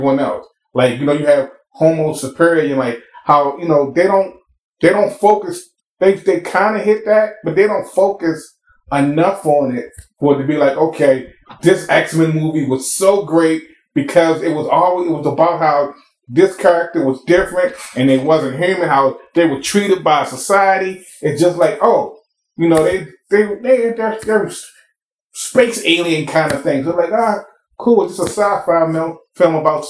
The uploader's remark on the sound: This was recorded in Summer of 2020, still trying to figure out how to record remotely in a pandemic. Please pardon the audio.